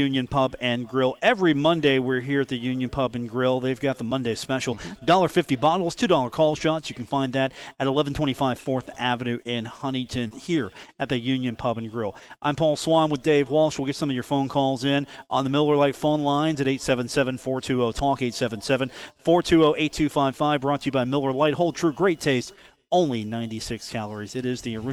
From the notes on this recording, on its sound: Live from the Union Pub and Grill in Huntington, West Virginia